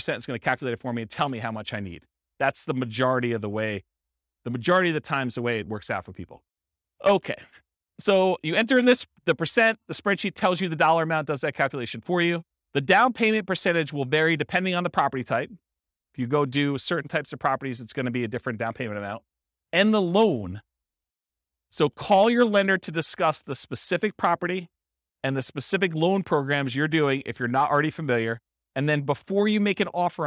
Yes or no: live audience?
yes